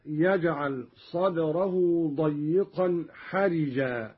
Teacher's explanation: قرأ قالون بكسر الراء